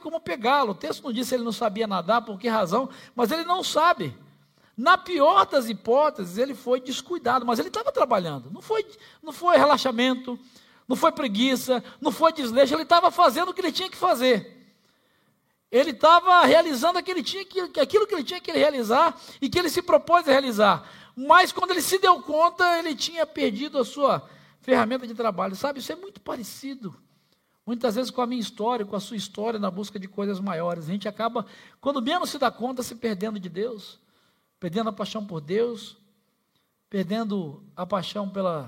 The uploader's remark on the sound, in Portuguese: Celebração ao vivo